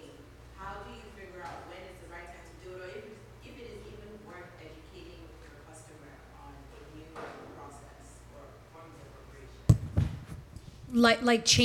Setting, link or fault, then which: setting, live audience